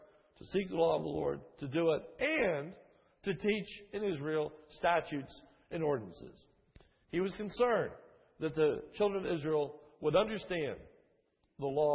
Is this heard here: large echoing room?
yes